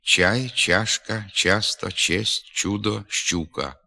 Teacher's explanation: звук «ч» по-різному вимовляється в українській і російській мовах. У російській мові він м'який – чай, чашка, часто, честь, чудо, щука.